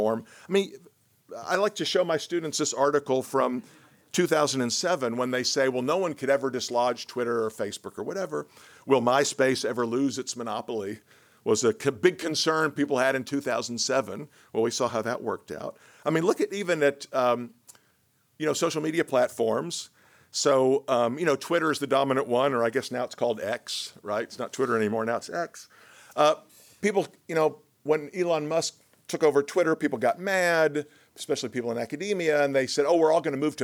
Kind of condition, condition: setting, large echoing room